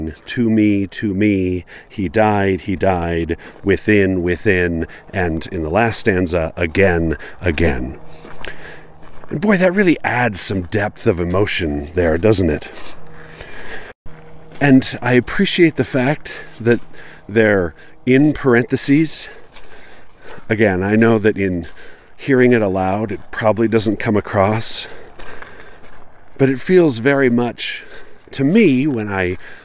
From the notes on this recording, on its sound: Recorded on site at the tiny, old cemetery in Charleston, Utah.